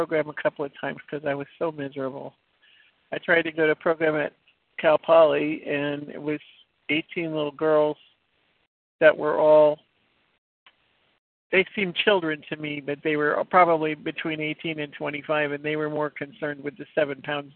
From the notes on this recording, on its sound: from the 100 Pounders Phone Meeting